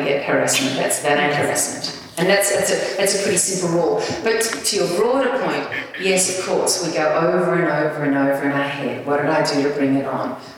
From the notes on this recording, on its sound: This is a live recording from our event.